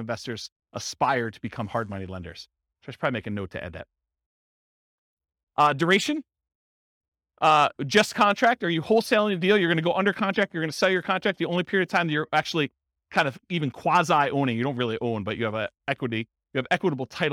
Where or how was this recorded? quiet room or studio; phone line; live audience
live audience